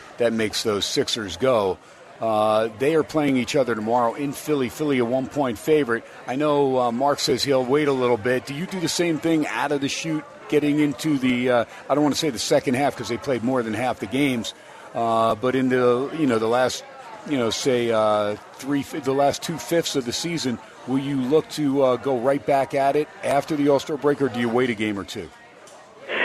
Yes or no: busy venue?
yes